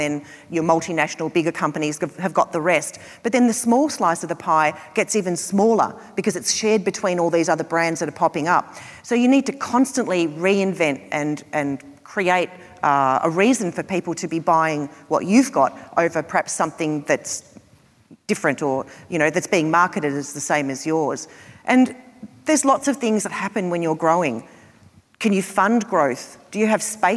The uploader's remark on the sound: This show was recorded at our recent Flying Solo Live event in Melbourne.